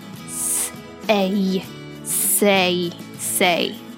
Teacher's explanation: これは say なので s とえといの組み合わせで s a say say になるわけです